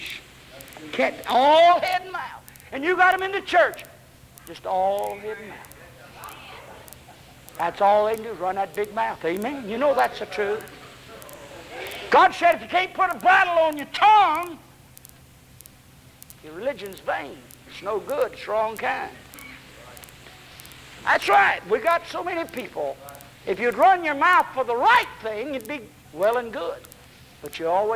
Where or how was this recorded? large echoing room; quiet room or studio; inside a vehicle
large echoing room